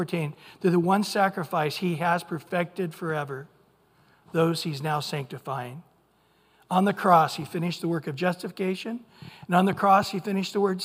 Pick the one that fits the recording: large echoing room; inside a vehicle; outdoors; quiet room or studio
large echoing room